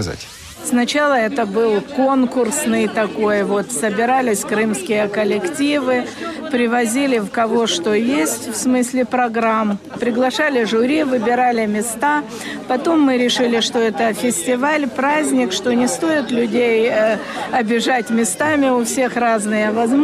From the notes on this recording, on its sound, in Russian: Неформальная встреча со слушателями в Крыму. Запись прямого эфира.